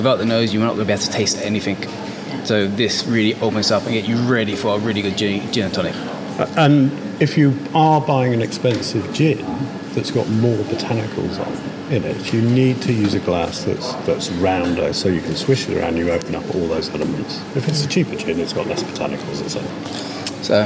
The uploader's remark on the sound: Celebrates the 10th anniversary of one of the fastest growing super premium gins in the UK at the busy Bar Bohemia in Brighton.